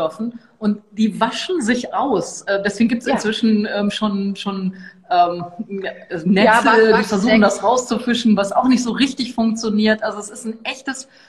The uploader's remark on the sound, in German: Das Interview fand live auf Instagram statt